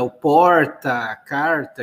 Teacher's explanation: quem fala com o retroflexo, o R dobrado, é o caipira